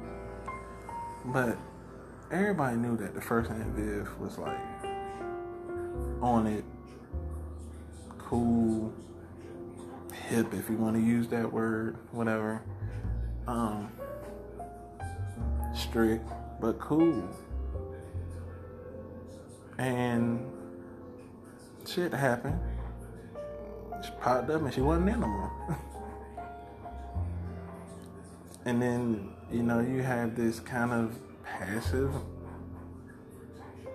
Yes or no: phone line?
no